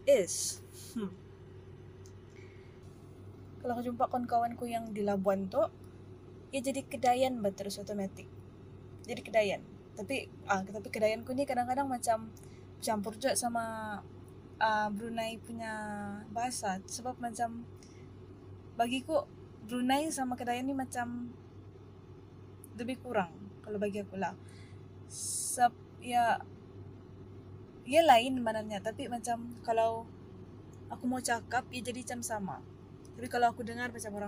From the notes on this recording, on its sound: I recorded this in the car while waiting for my boba-less bubble tea order.